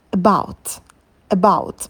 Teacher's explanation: Первый звук «э» – шва. Он безударный, да, такой расслабленный.